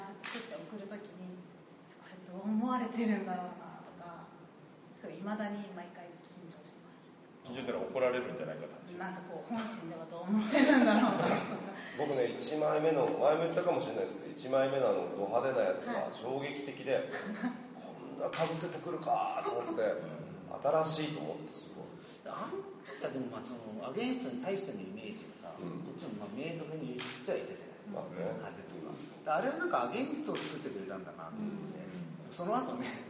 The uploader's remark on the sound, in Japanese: 会場：金沢美術工芸大学 展示室。OUTBOUNDー彫刻シンポジウム外伝 のトークイベントの録音です。